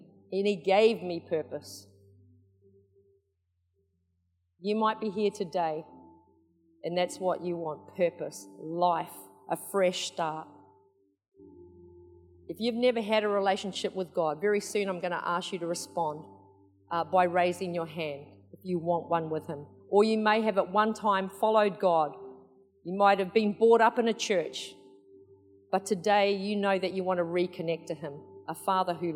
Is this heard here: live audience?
yes